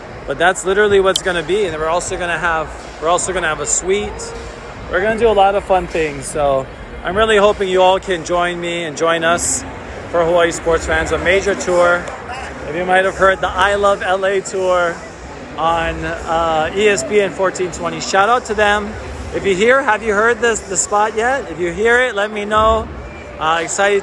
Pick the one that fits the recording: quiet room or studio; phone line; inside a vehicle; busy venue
busy venue